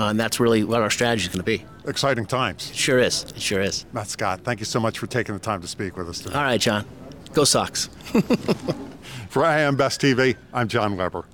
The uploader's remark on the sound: spoke with AM Best TV at RIMS' annual Riskworld conference, held in Atlanta.